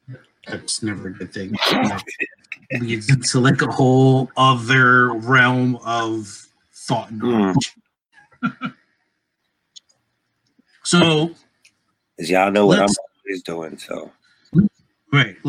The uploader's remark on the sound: Technical Difficulties